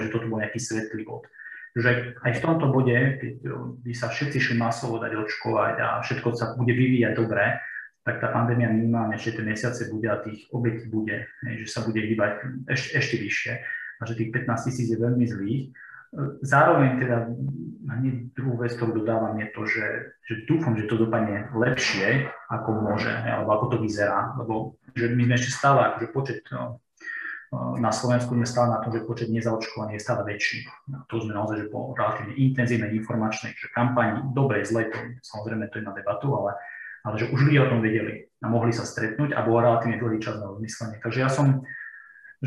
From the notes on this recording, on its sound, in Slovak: Za kvalitu zvuku sa ospravedlňujeme, epizóda bola pôvodne vysielaná ako live stream video.